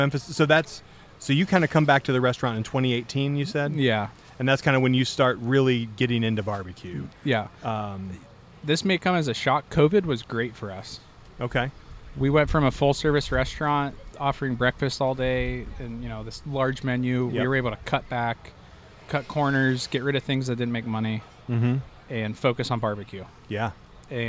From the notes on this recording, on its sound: Live From The Primo BBQ Bash.